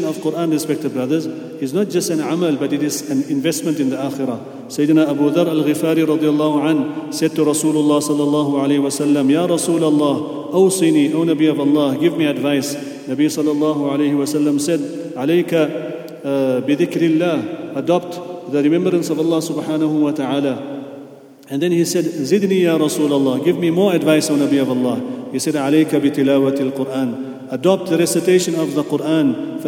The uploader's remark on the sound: at the Houghton Masjid (West Street)